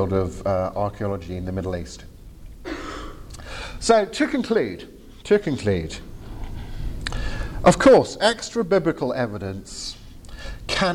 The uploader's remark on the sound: Lightly edited audio from my presentation. At the 2023 European Leadership Forum in Poland.